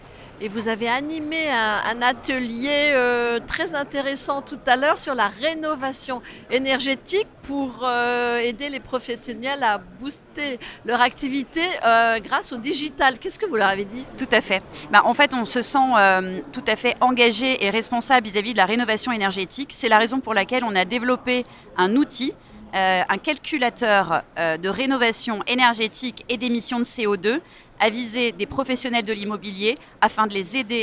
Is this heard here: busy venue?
yes